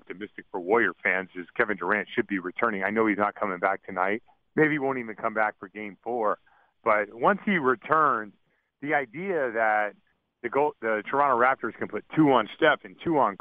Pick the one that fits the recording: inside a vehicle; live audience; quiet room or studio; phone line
phone line